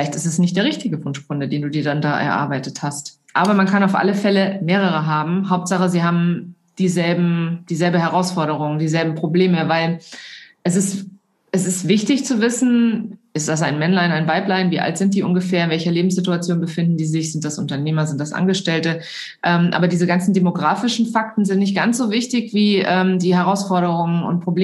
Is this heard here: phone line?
no